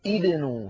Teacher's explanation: فلما دخلت واو الجماعة عليه ضمت النون من أجل واو الجماعة فصار ابنوا، فتبقى همزة الوصل مكسورة